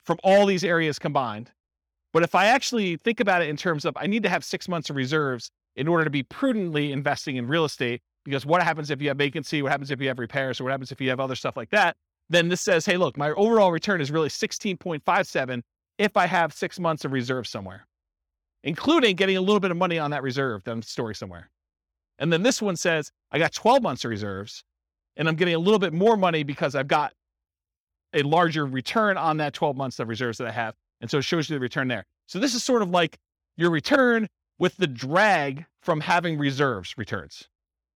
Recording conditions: live audience